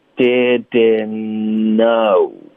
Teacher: want it, it's bad Just didn't Didn't 的特呢也彻底的省略 We don't want it 那 didn't 的 n 跟 no 的 n 两个都是 n 所以我们就用一个 n 把它们连起来发出来那就是 didn't know OK 不要发两个 n didn't know 不要停顿就连读 didn't know didn't know